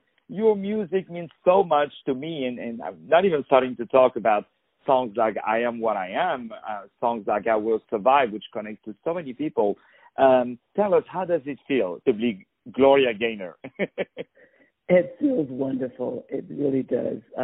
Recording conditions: phone line